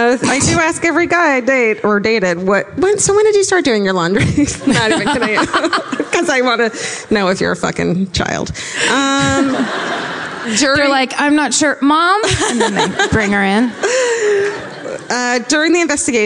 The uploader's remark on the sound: Live At Revolution Hall. Live in Portland, it's a brand new My Favorite Murder! Recorded during a three-night stint at Revolution Hall.